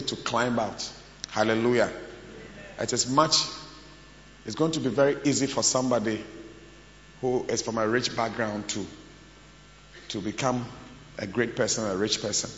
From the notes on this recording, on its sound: Preached at the AMOMOS Camp 2023 - The Anagkazo Campus